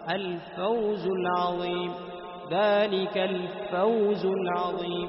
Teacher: ذلك الفوز، الفوز هذه ايش الواو لينة فوز، فوز لاحظ الفوز العظيم، ذلك الفوز العظيم تجد الواو لينة تخرج بسهولة وعدم كلفة على اللسان